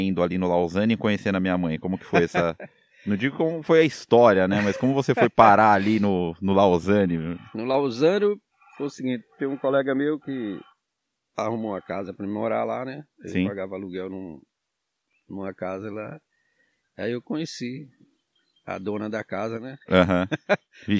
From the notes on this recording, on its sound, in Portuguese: O episódio foi gravado ao ar livre com galinhas e porcos por perto e com uma linda paisagem coberta por palmas. (Sul da Bahia no município de Caldeira).